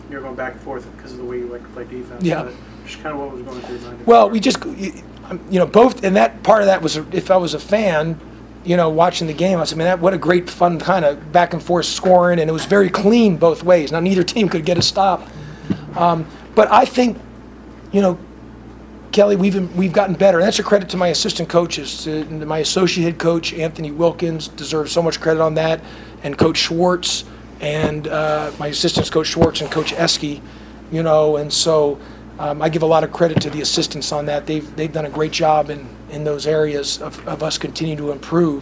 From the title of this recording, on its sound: postgame press conference (UGA)